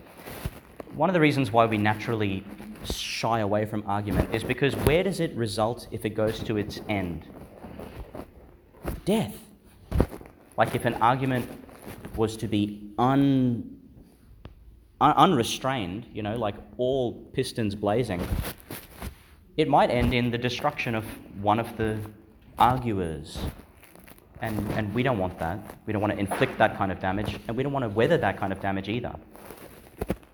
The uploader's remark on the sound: Delivered (at the morning Mass) in Our Lady Star of the Sea Church, Gladstone, Qld. Homily for the Thirty-Second Sunday in Ordinary Time, delivered (at the morning Mass) in Our Lady Star of the Sea Church, Gladstone, Qld.